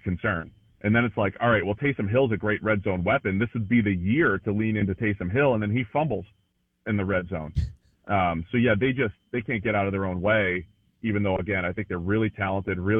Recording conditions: phone line